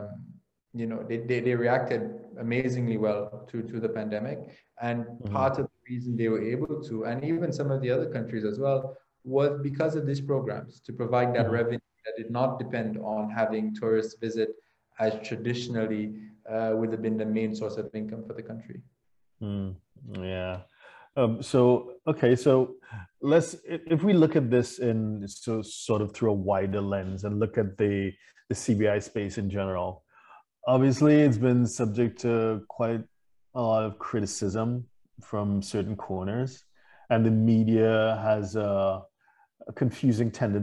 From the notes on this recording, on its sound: LIVESTREAM. For those joining us on Zoom.